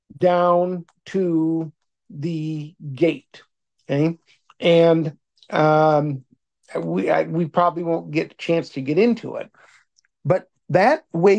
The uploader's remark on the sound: Oceanside Zoom Class